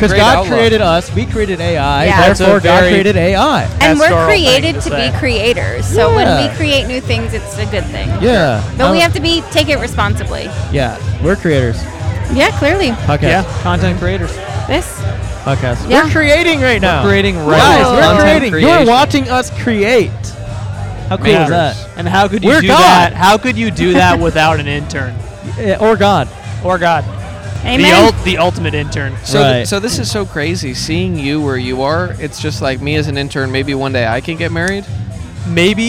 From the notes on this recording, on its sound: Recorded 5/19/2023 at the Smog Shoppe in Los Angeles.